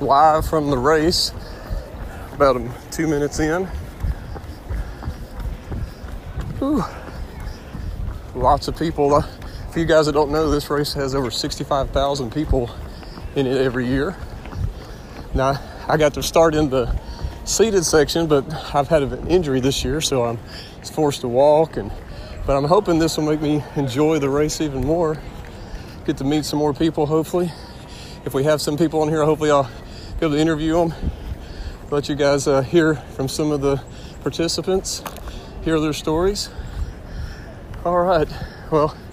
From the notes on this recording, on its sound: LIVE from the 2022 Peachtree Road Race. I had to walk the race this year due to an injury so I decided to record the race.